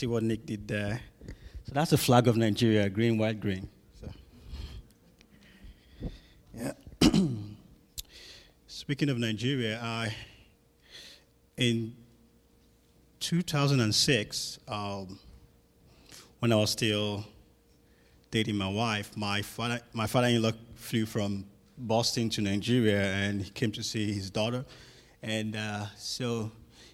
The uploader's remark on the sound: Sunday school session from our annual Missions Conference from Redeemer Baptist Church, located in Rincon, Georgia